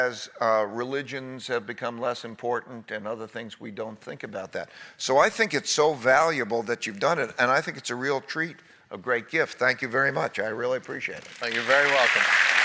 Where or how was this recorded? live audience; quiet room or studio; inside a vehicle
live audience